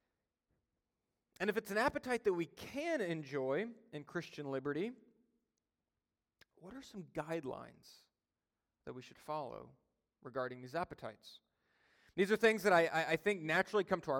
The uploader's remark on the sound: during a Sunday Evening Service